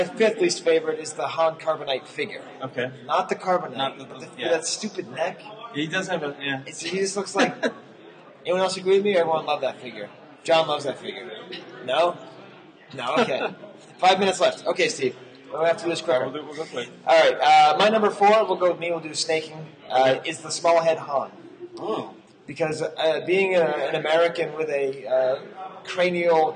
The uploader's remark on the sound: Recorded in front of a live studio audience on the first day of Celebration VI, this is part one of the 'Chive Cast Vintage Pod's Convention Double Mega Cast.